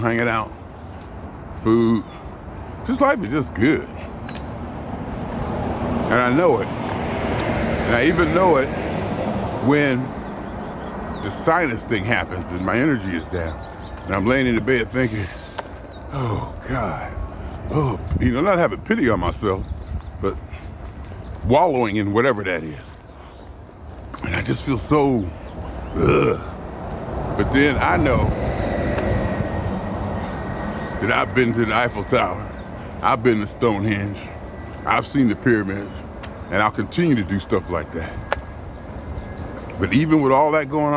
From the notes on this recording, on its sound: Me Walking Talking